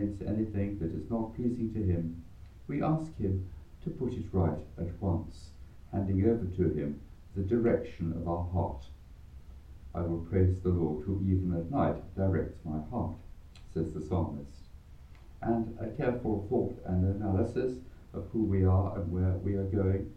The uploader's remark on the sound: Recorded live at Southgate House on 8 November 2023.